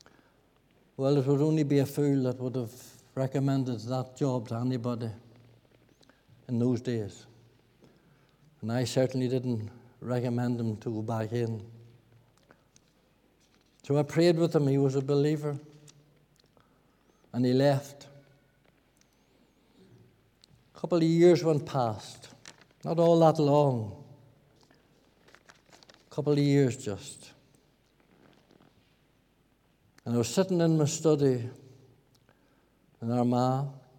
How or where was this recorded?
large echoing room